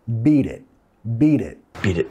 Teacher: vinculando con la R suave de español